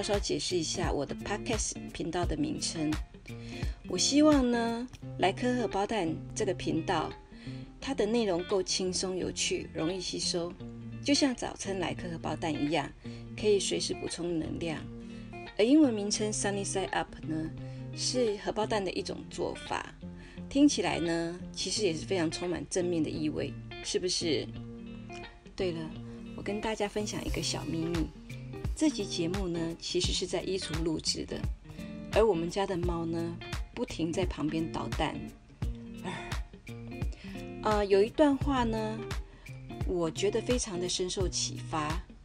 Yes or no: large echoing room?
no